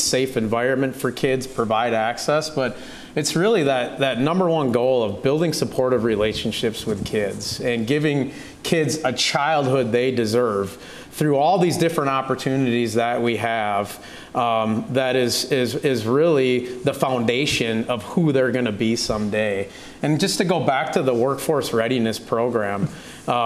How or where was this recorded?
live audience